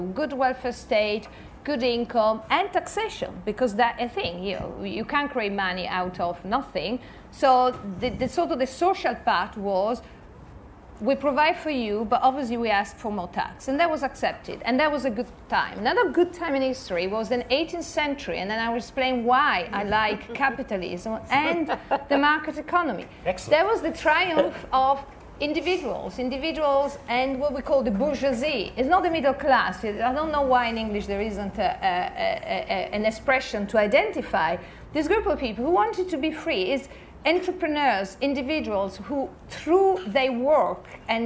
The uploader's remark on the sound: at Edinburgh International Book Festival